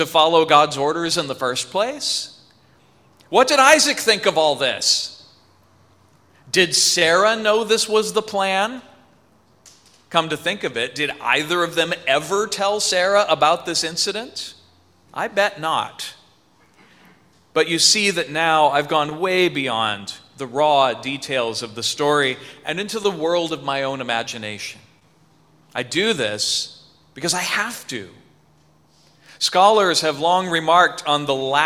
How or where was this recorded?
large echoing room